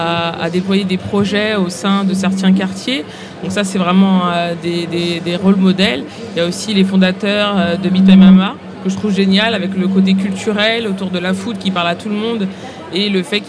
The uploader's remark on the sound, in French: Dans ce nouvel épisode enregistré durant Vivatech 2022, sont réunis autour de la table du Trends Shaker Live.